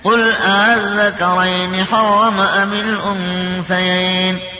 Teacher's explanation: تسهيل الهمزة يكون بين بين، بين أن بين الألف والهمزة لا بين الألف والهاء